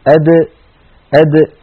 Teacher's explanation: ننتقل إلى حرف ثان من حروف الهجاء، وهو حرف الدال. الدال يا إخوتي تخرج من طرف اللسان مع ما يحاذيه من الحنك الأعلى